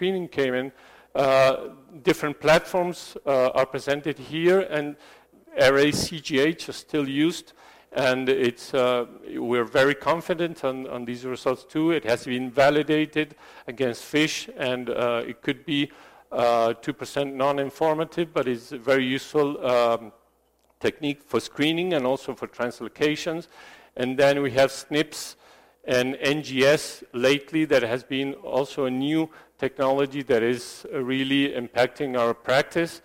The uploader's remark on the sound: This lecture was given at the 360◦ of Fertility: Optimizing Clinical and Laboratory Approaches educational program in Sao Paulo, Brazil